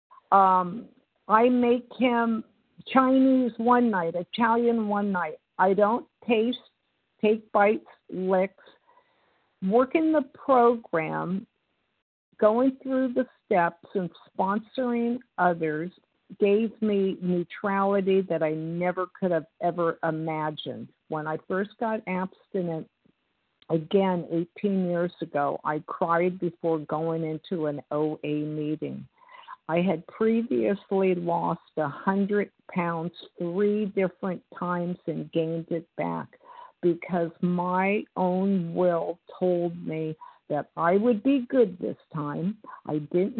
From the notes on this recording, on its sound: from the 100 Pounders Phone Meeting